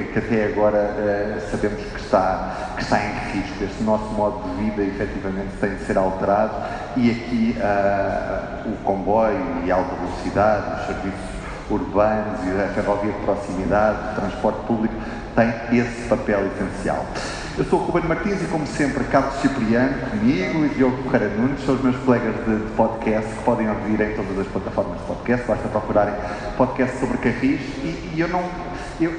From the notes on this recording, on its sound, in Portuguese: O Sobre Carris participou a 25 de Maio na conferência “A ferrovia como chave da mobilidade” organizada pelo jornal Região de Leiria. Gravação ao vivo no FF Challenge Building, na localidade do Barracão, concelho de Leiria.